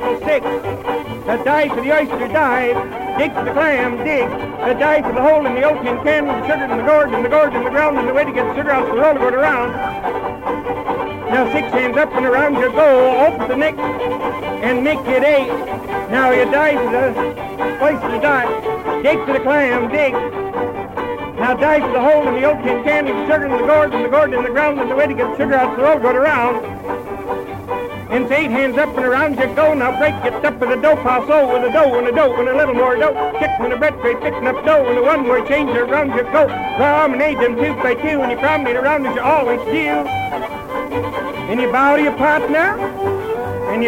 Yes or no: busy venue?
yes